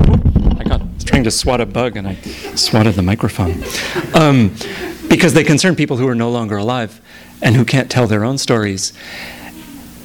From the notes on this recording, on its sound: THIS EVENT WAS RECORDED LIVE AT SKYLIGHT BOOKS